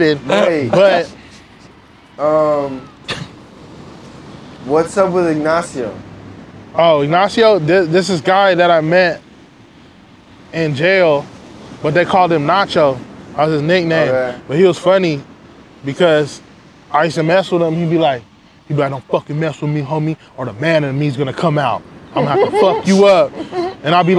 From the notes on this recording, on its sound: Recorded live on Revere Beach.